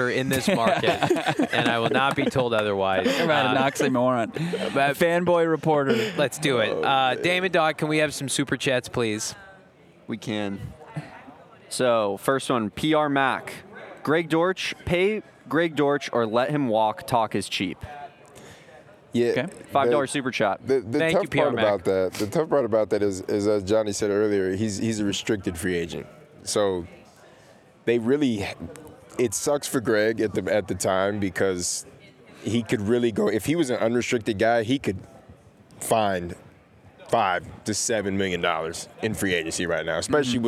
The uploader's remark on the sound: LIVE at the NFL Combine. LIVE from the 2024 NFL Combine in Indianapolis!